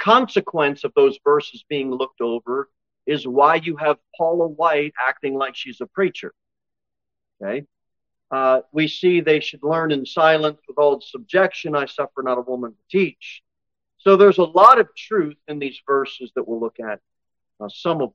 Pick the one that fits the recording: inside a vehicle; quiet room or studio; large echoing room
large echoing room